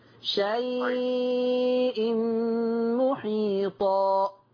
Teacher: فلفظ شيء يمد بمقدار أربع حركات